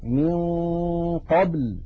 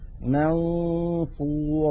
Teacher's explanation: يكون صوت النون المخفاة مفخما إن جاء بعده حرف مفخم